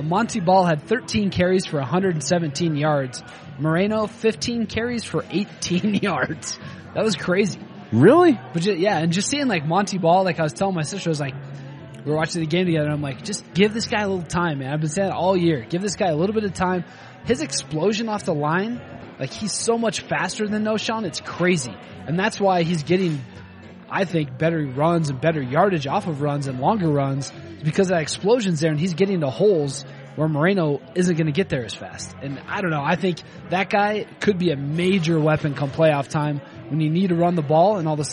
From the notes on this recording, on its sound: We recorded this week's episode down at Jake's Food and Spirits down on 3800 Walnut Street.